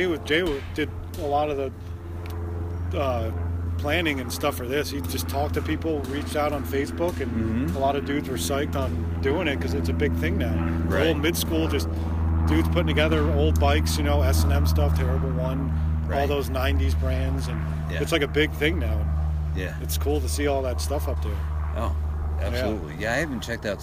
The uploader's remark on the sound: This podcast interview was recording during the mid school bike swap and dig day, the place was hopping with volunteers and vendors.